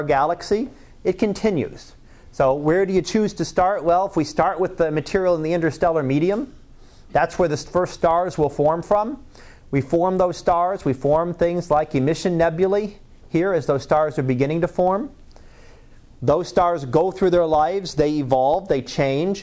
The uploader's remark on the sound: Live Class Lecture 2014 Oct 31.